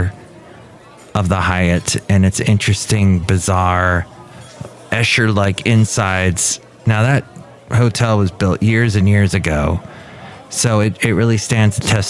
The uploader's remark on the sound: Podcasts live from Café Anyway.